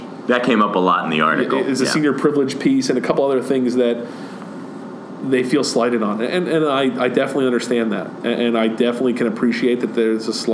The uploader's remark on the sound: we take our mics to MiniTHON